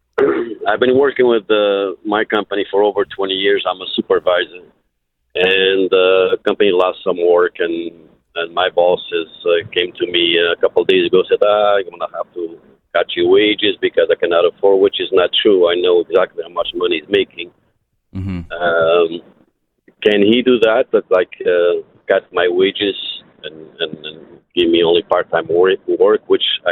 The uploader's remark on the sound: phone calls